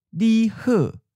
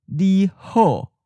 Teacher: the O sound, spelled with the letter O, sounds more like a mid unrounded vowel or schwa · Shown in: first take · For example, di he, as opposed to di ho.